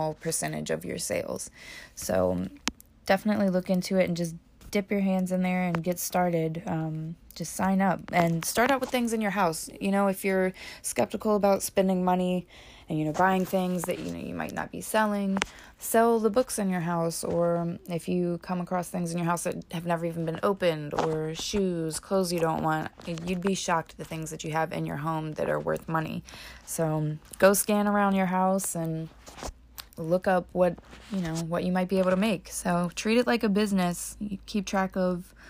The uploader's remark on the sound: Sorry for the background noise, improvements are being made and that should be gone next episode.